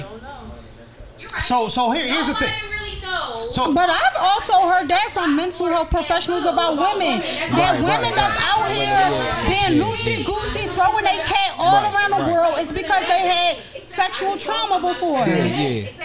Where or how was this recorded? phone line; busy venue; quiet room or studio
busy venue